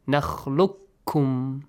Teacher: You don't pronounce the letter qaf. You double the kaf. You merge qaf to kaf.